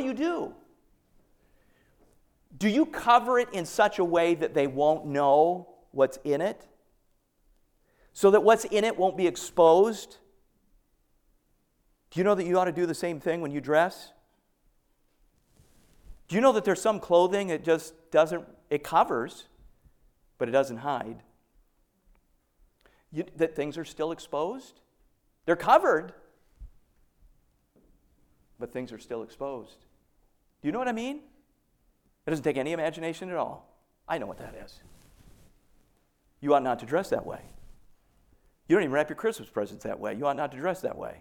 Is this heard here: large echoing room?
yes